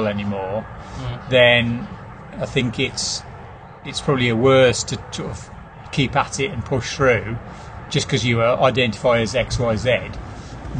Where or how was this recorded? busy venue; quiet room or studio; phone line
busy venue